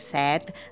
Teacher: el número 7 amb E obert